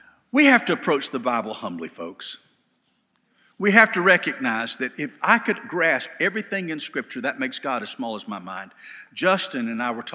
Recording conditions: large echoing room